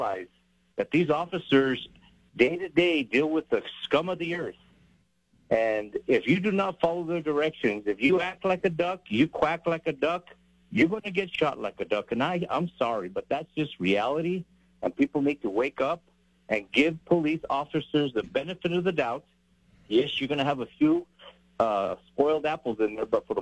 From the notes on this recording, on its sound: takes your phone calls on News Radio KKOB